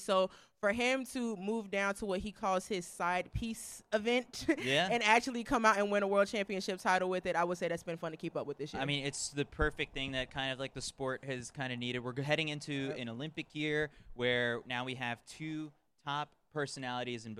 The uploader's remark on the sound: Live From The Prefontaine Classic. The official pregame show of the 2023 Prefontaine Classic in partnership with TrackTown USA.